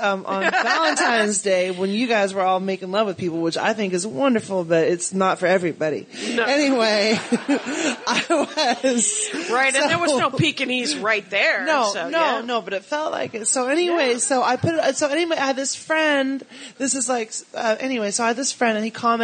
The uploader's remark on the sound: LIVE at NYCPodfest!